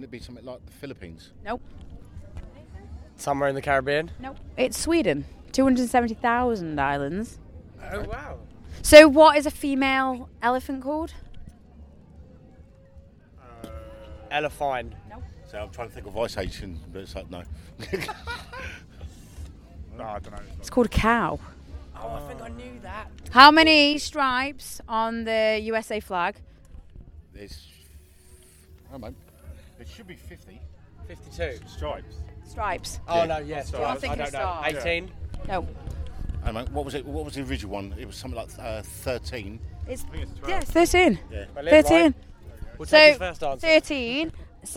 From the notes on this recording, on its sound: after their set at RockWich Festival 2022